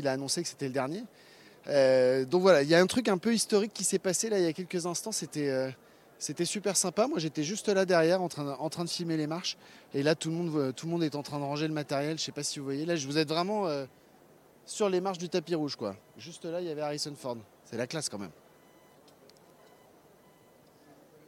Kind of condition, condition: setting, outdoors